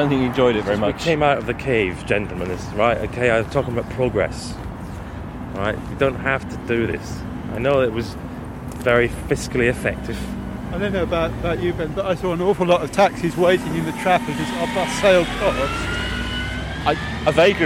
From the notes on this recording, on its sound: Live from Mobile World Congress. Recorded live on the street.